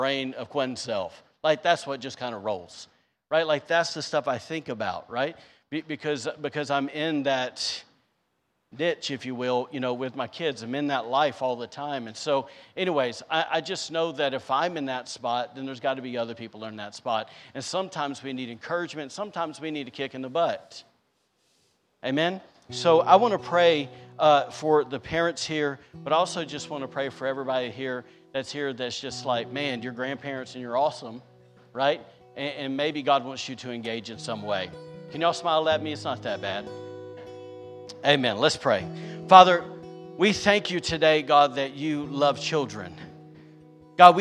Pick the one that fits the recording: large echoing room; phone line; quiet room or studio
large echoing room